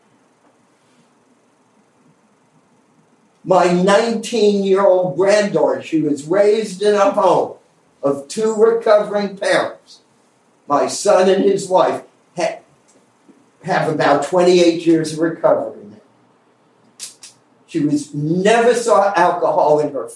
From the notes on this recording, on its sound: Sorry for the quality of the recording. Cleaned up as best as possible.